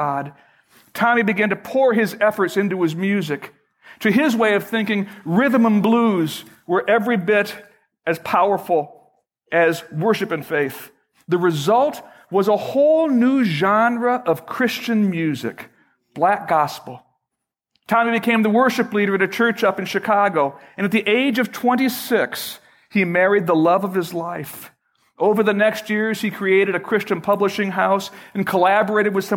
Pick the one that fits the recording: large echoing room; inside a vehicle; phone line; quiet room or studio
large echoing room